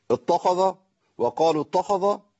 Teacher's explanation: التاء مرققة، صح؟ والخاء مفخمة، والذال مرققة